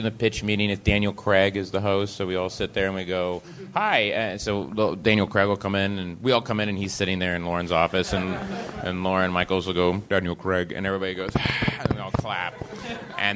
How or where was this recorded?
busy venue